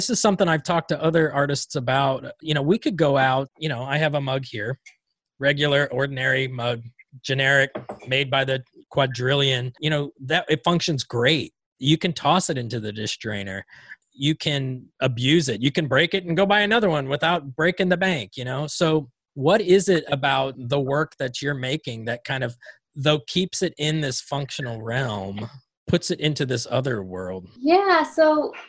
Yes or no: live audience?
no